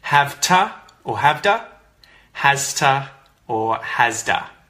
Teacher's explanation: This is in the present tense, like I have to, and has to. When we say this with quick pronunciation, quick connected speech, it turns into havta or havda and hasta or hasda. So the T can become a bit of a D sound.